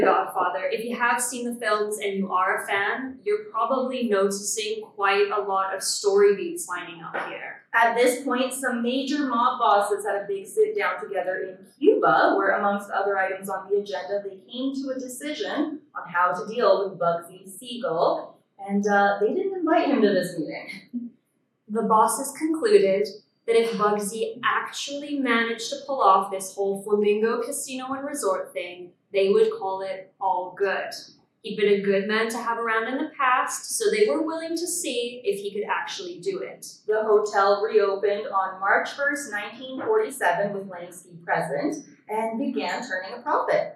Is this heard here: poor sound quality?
yes